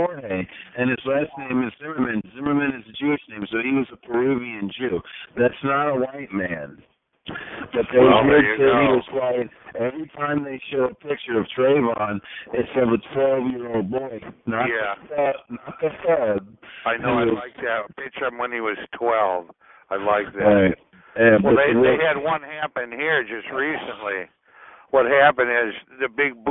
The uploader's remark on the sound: Conference Call